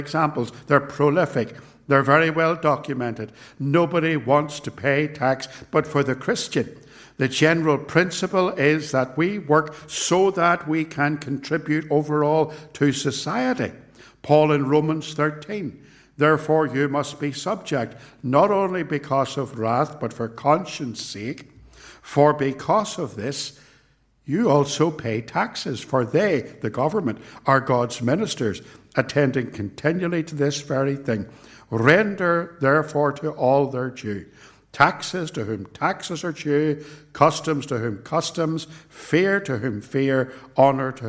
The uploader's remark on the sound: This sermon was preached at Ballymacashon, and at Templepatrick Reformed Church. It was recorded at TRC, and is reproduced here with their kind permission.